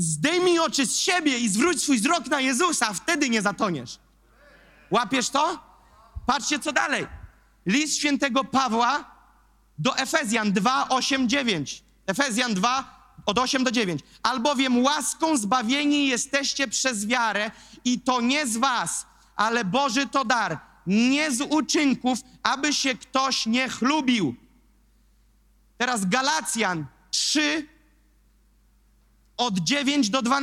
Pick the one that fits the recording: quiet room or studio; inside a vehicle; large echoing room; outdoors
large echoing room